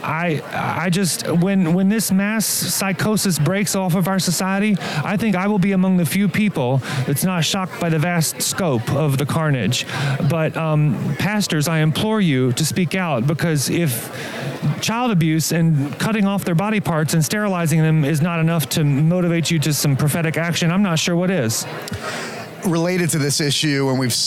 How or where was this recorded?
busy venue